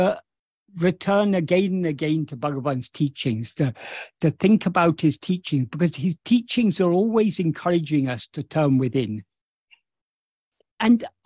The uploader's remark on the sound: In a Zoom meeting of ‘Yo Soy Tu Mismo’ (a group of Spanish devotees of Bhagavan Sri Ramana).